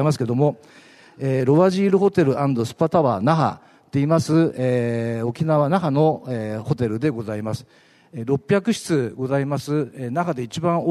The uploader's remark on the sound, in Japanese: ２月２０日に東京証券取引所で開催した「J-REITファン2016」に登壇したユナイテッド・アーバン投資法人のIRセミナーをダイジェスト版でお送りします。